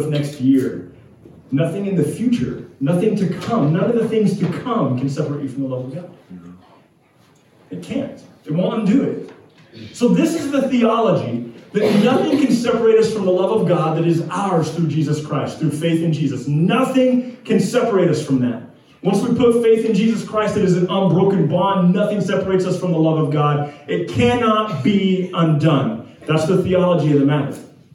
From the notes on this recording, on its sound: We apologize for the video and audio quality, some technical difficulties lead us to record with an iPhone this week.